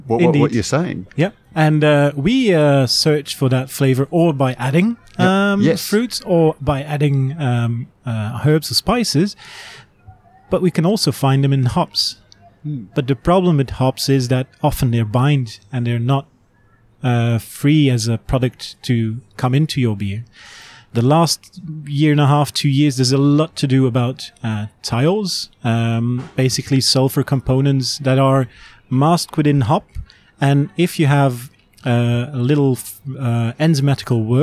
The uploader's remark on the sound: Felons in Brisbane, where the interview was recorded.